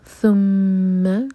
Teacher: ہماری زبان اوپر والے دانتوں کو ٹچ کرے گی اور تھوڑی سی ٹپ باہر ہوگی اور میم پر غنہ میم پر شد ہے.